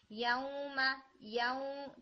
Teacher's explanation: Nasal sound बहुत ज्यादा हर letter में जा रही थी, जैसे यऊ मा यऊ, तो आप यऊ को बोलते हुए ना आप अपने थंब से और फिंगर से अपने नोज को थोड़ा सा प्रेस करें तो वो क्या हो जाएगा, यऊ मा यऊ मा, तो आपको साउंड का डिफरेंस फील होगा, यऊ यऊ।